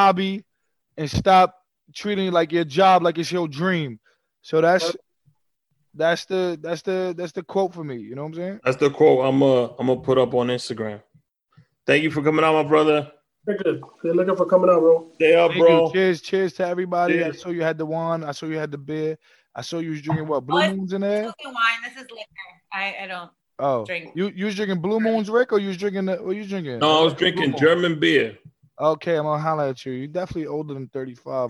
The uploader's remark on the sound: Using ZOOM Video Conference.